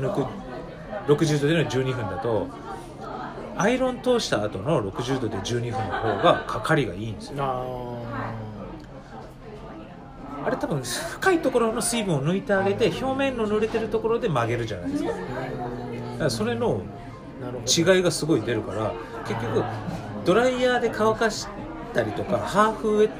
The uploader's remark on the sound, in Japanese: 今回、初の二人でのトークを収録！居酒屋トークを収録！マイク通してないので聞き苦しいところはごめんなさいm(__)m。